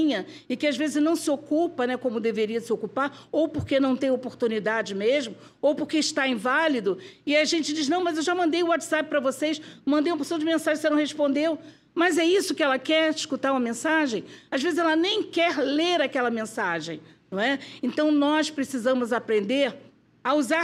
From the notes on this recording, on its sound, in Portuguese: Palestra ao Vivo